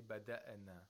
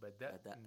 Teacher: Kama bada'na, we have hamzatul qatar, and the word bada'na. We have to make sure that the hamza is pronounced like a glottal stop. · Shown in: second take